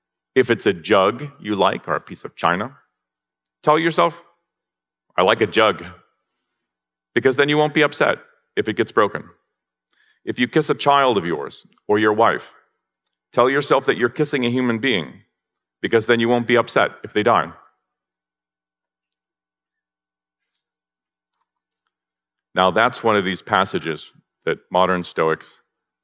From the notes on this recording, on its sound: Recorded July 4, 2023, at OCON in Miami, Florida.